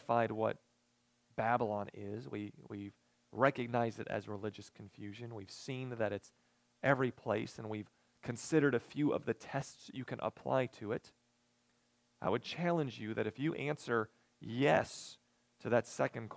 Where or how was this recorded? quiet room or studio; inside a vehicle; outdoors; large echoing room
large echoing room